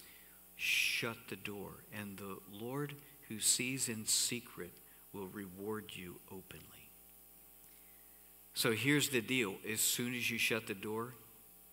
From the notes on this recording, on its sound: Cornerstone Fellowship Sunday morning service, streamed live on March 14, 2021, Wormleysburg, PA.